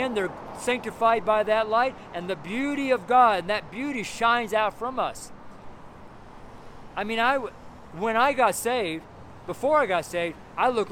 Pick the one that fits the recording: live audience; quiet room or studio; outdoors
outdoors